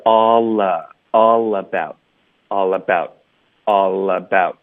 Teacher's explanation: All 跟 about 也要连读